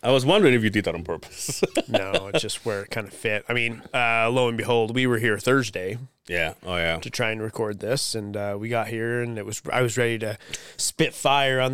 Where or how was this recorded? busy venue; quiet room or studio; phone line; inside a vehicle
quiet room or studio